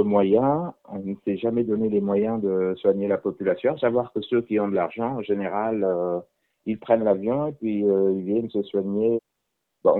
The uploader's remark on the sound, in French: Nous avons joint par téléphone. L’un des animateurs de l’émission Nabad Nantes, le samedi sur Alternantes FM.